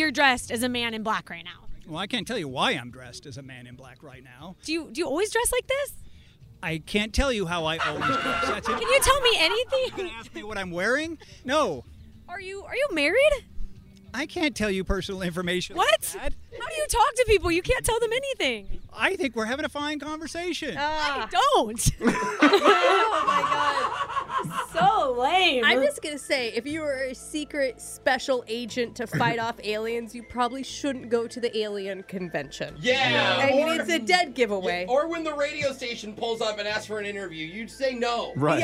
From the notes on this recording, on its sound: Whatcha Doin' at the UFO Festival? Over the weekend, believers from all over the galaxy gathered at one annual event… Were right there with their microphones in hand.